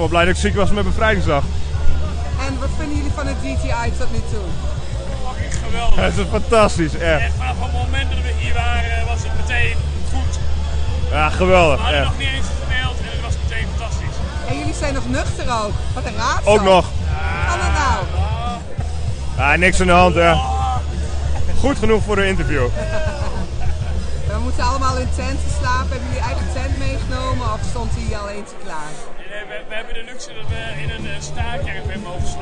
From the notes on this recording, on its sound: At the GGI Festival.